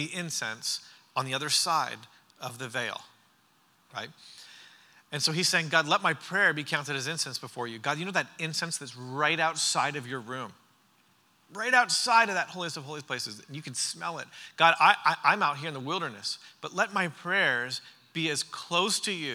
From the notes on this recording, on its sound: During the Sunday morning service of the Church Conference.